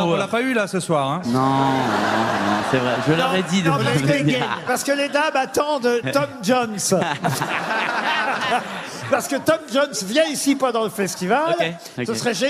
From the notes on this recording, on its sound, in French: Chante en live à Carcassonne. A l'occasion de la dernière émission de la saison.